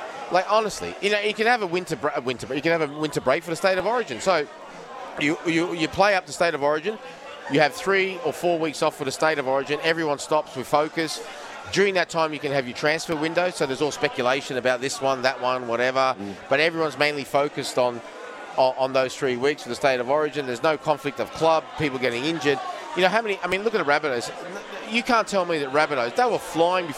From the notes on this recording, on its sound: Our final afternoon from the Sporting Globe at Kings Street Wharf in Sydney.